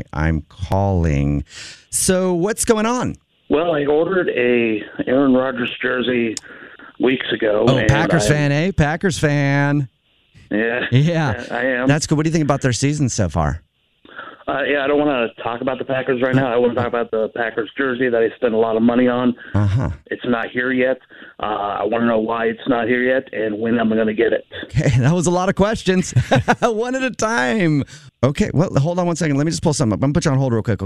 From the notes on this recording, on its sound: The Jubal Show isn't the fastest delivery service in this Phone Prank!